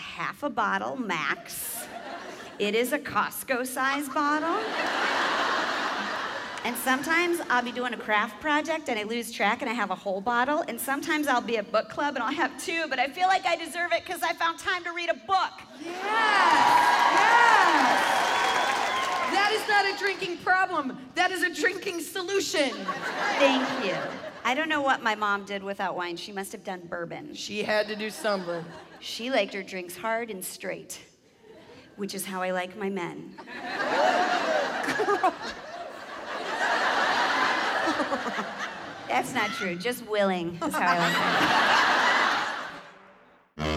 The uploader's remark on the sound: 2-person stand-up show filmed live at the Pabst Theater in Milwaukee, WI